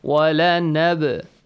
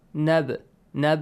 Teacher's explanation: So when we have the ba sakin, the rule, qalqala is applied. A bouncing or an echoing sound is produced.